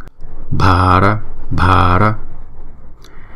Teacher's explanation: Nhưng mà đứng chung với chữ H, bờ hờ này chúng ta đọc là bờ, bờ. Đọc nhẹ hơn nhưng mà có cái âm bật.